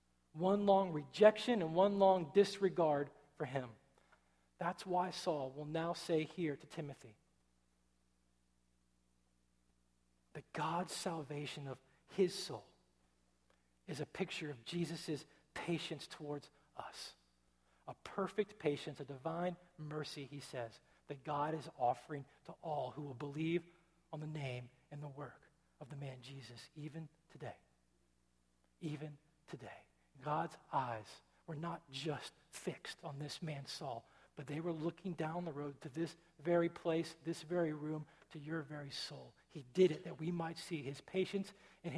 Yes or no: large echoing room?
yes